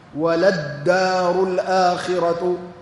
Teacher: قال سبحانه: وللدار الآخرة، وللدار أصلها وللدار، إحداهما لام الابتداء والأخرى لام التعريف، لكنها أدغمت في الدال لاشتراكهما في الصفات من حيث الجهر والاستفال. اللام والدال كلاهما من حروف الجهر ومن حروف الاستفال